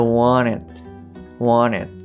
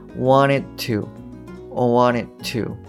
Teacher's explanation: です。えっと、どうでしたなんとなくこう、あの、同じような形で発音できましたかはい。えっと、じゃあ、あの、2分目の方に行きますね。で、ここでは wanted to write a novel はい、ここの部分がちょっと聞きにくいかなというふうに思います。で、まずはですね、えー、 wanted の t っていう音が、まあ、半分脱落しちゃって、えー、wanted, wanted はい。で、これに、まあ、to が連結すると。で、結果的にどうなるかっていうと、wanted to wanted to はい、こんな感じになります。で、その後の write と a がくっついて writer writer はい、こんな感じになると。で、最後の、えっ、ー、と、novel ですけれども、日本語のように、えー、ノベルっていうには発音しないんですよね。で、あの、えっ、ー、と、novel って n o